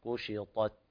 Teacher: طبعا هي مجاورة حرف مطبق والطاء، فلا تفخم التاء · Term: ترقيقها